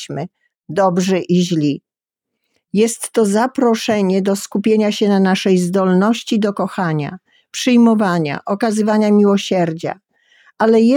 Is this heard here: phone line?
no